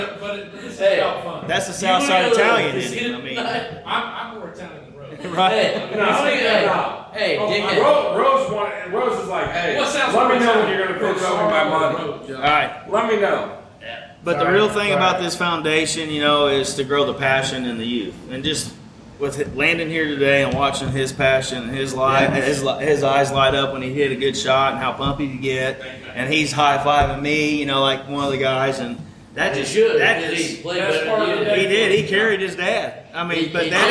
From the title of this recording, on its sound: Live At 5 Iron Golf